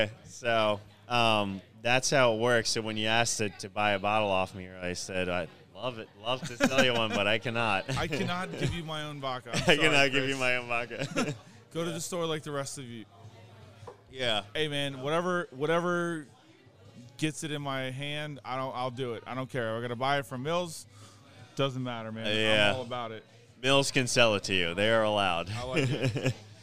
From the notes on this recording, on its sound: Live from The Acme Bar and Grill in Annapolis!